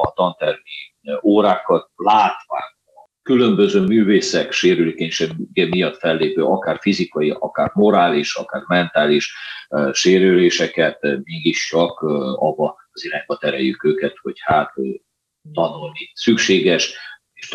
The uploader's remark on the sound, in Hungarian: Ukrajnában érték el a csoport egyik vezetőjét. A nehéz körülmények miatt elnézést kérünk a hangminőségért.